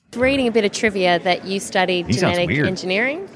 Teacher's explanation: it sounds like he has trouble at the end of his breathing out. It's almost like a vocal fry thing. If he stays in the upper register, he's fine.